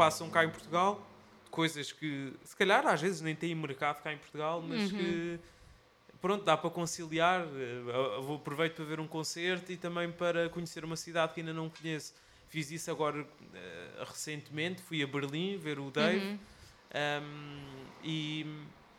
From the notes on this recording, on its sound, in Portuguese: Chasing Rabbits Record Store. Desta vez já ao vivo na nossa segunda casa, a Chasing Rabbits.